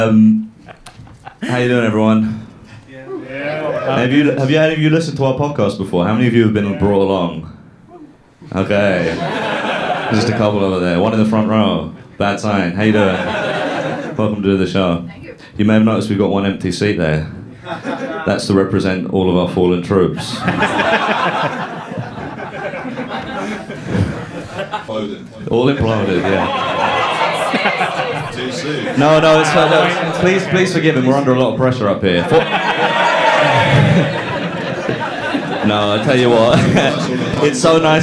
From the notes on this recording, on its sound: LIVE at The Bill Murray. Our first live show.